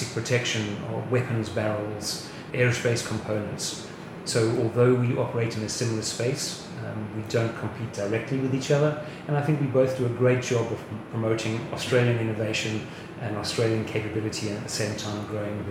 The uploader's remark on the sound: The episode was recorded at Land Forces 2022 last week.